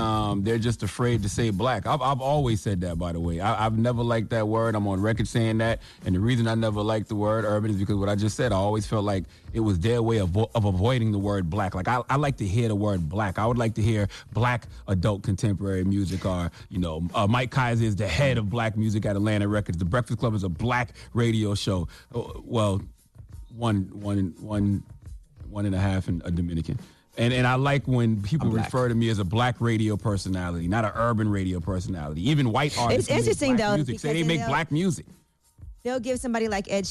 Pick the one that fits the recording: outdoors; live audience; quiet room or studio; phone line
phone line